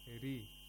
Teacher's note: Then we have a ra, which is muraqqaq, because it has a kasra. You have to pronounce it thinly.